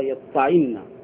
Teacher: يطعن أي يضربنا ويخذنا، وأصله يطعن، فأبدل التاء الافتعال طاء وأدغمت في الطاء، أي فاجتمع طاءان بعد إبدال تاء الافتعال طاء، فاجتمع طاءان وهذا يفضي إلى الإدغام، فأدغمت طاء الفعل في تاء الاشتعال المنقلبة طاء، فصار يطعن.